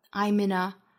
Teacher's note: 都是辅音和元音的连读，而且两个都是鼻辅音